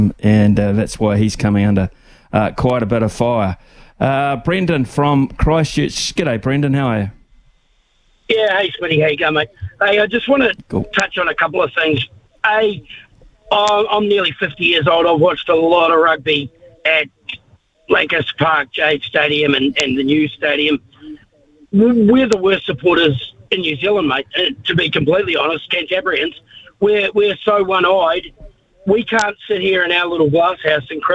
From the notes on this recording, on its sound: We've thrown the phonelines open for you to have your say on the sporting landscape.